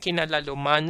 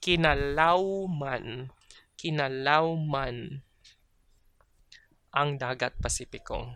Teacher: So that lalu, the lu turns into a W · Shown in: second take · So kinalauman instead of kinalaluman.